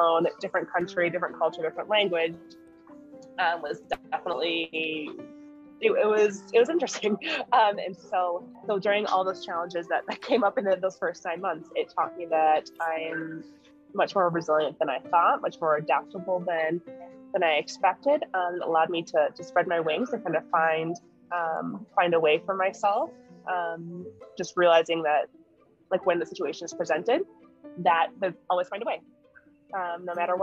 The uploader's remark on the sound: sat down via zoom with me